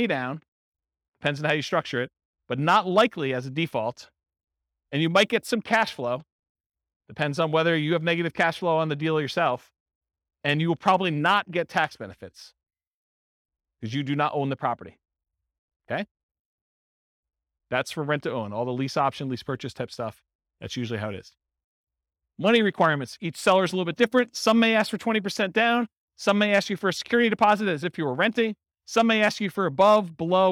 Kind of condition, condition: setting, live audience